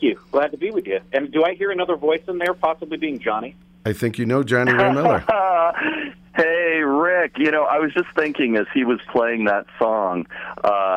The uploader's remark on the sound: Joins us via phone.